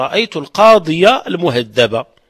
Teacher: في حالة النصب، لأن الفتحة خفيفة تظهر على الياء · Term: الفتحة الظاهرة